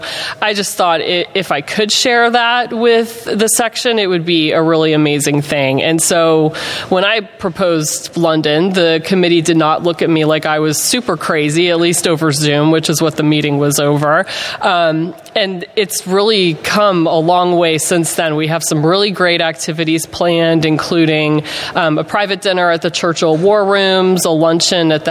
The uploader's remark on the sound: This is a LIVE recording following the first in-person Exective Council Meeting in over two years---from the 2022 Florida Bar Convention. Audio quality is alwasy difficult for a live show in an uncontrolled environment.